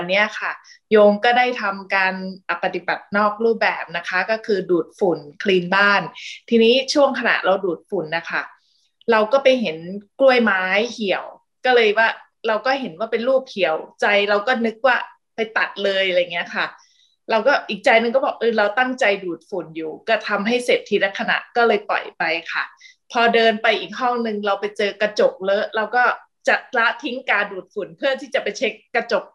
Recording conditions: video call